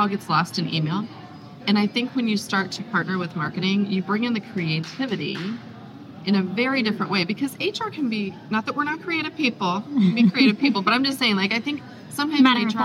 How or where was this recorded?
busy venue